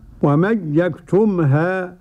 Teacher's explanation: ومن يكتمها عدم الغنى لخلف عن حمزة